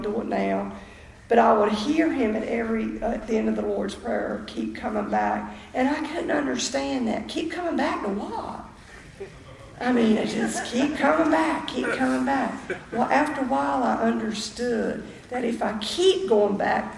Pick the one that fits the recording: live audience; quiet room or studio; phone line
live audience